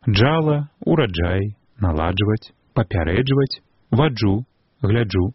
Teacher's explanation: Заўсёды памятаем, што спалучэння літар «дж» у такіх словах перадае адзін гук. Няможна, ідучы за напісаннямі, вымаўляць на месцы змычна-шчыліннага «дж» двух гукаў. · вымавіць «ч» з голосам значыць атрымаць афрікату «дж»